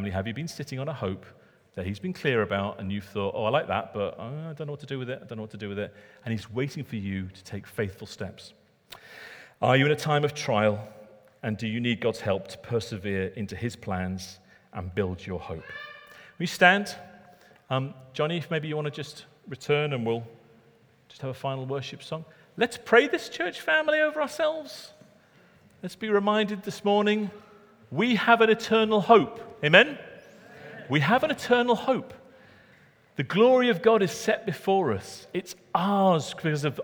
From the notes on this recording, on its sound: Recorded at Middlesbrough Community Church.